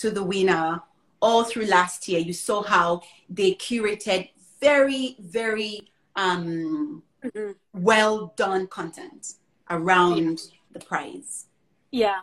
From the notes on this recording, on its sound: This event originally took place on Instagram Live and this podcast carries the recording.